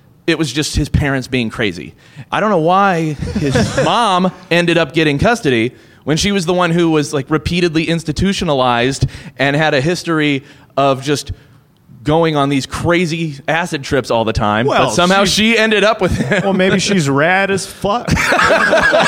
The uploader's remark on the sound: LIVE at UCB Sunset. Their audience.